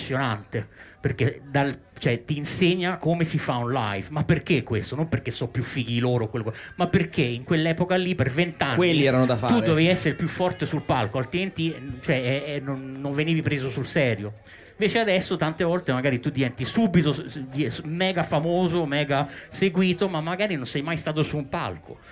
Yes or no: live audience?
yes